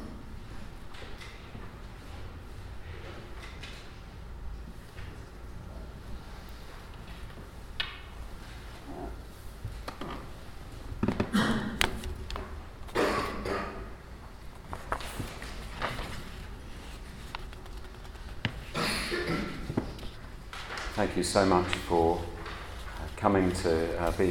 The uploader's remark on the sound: Audio of a Christians in Parliament service of music and reflection. In the Chapel of St Mary Undercroft.